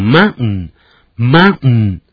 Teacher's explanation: ten 这个音啊在念弱音的时候啊用鼻音出来比较快